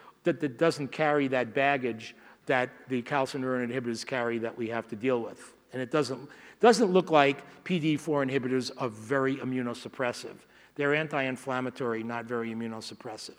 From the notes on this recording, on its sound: From the SDPA 14th Annual Fall Dermatology Conference 2016, held November 2 – 6 in Las Vegas, Nevada.